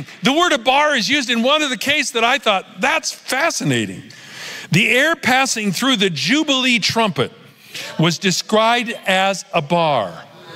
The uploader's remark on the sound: Recorded Live at Capital Church in Meridian, Idaho